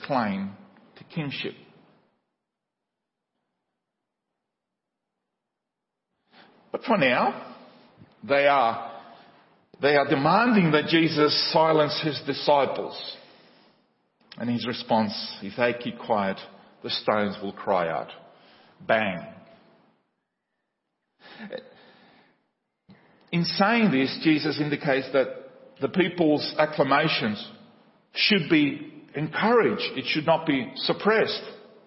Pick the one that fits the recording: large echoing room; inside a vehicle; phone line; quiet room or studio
large echoing room